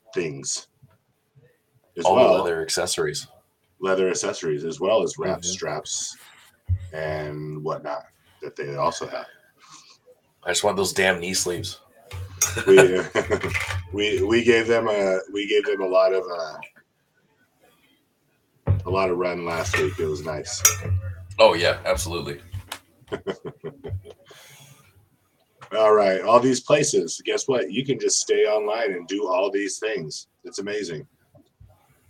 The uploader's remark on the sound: Audio is a bit choppy.